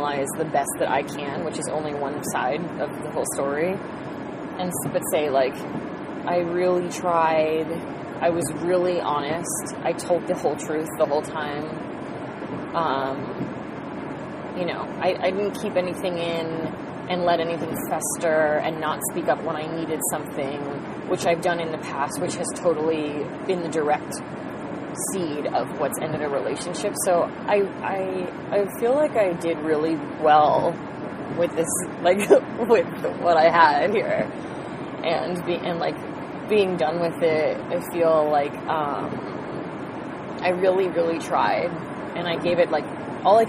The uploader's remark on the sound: talking in the car